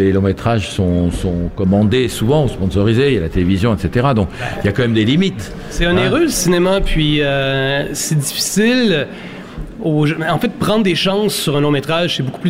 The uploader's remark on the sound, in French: Émission spéciale Fête du Court Métrage en direct du Carreau du Temple à Paris. Réaliser en direct durant 3 jours un court métrage sur les lieux même de la fête !